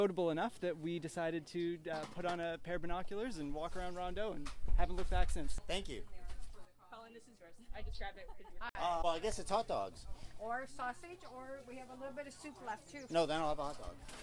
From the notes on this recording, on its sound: I took my recording device on the road to Point Pelee National Park, Long Point and Rondeau Provincial Parks and City View Park in Burlington, Ontario. I walked up to birders I have never met and birders I have known or at least seen on the trails.